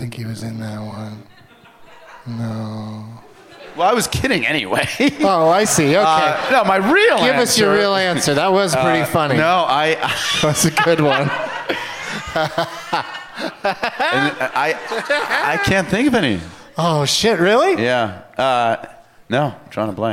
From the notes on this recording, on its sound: Live from the Gramercy Theatre in New York City